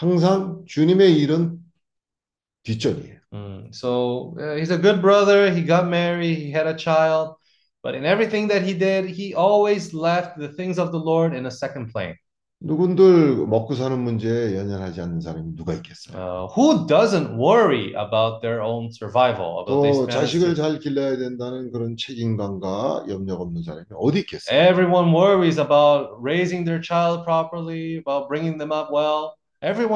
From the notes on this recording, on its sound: Zoom meeting Wednesday.